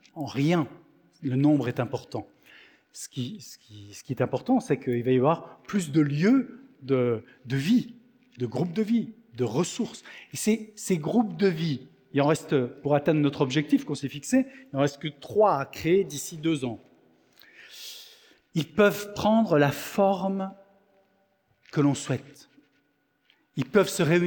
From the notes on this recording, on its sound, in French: Enregistré à l'église CVV, le 17/09/2023